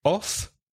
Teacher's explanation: When there's a double F, O-double-F, off, there's no vibration in the throat. It's not voice, not in a voz con vibración.